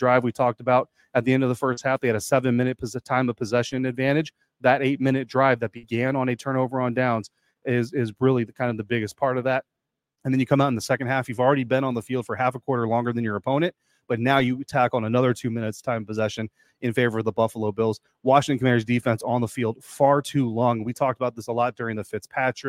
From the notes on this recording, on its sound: On this postgame episode live from FedEx Field.